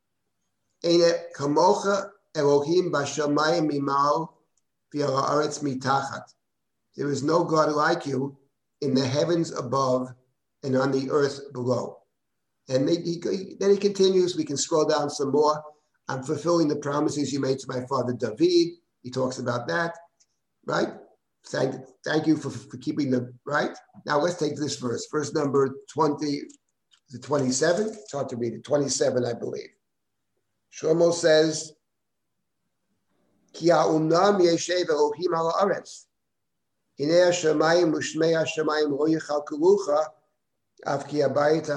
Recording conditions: video call